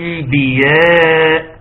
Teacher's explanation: جايب اطباق الشفتين، جاب لي ميم واضحة وبتغن